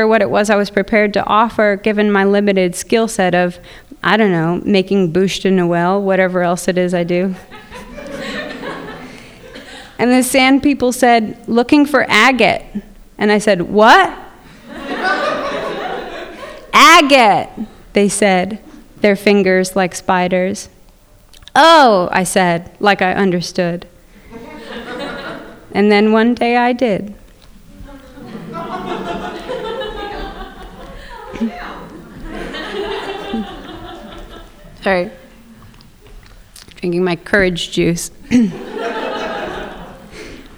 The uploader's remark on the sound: Live at The Philadelphia Ethical Society. From our live event earlier this year in Philadelphia.